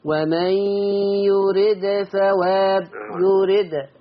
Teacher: بين أو أظهر قلقلة الدال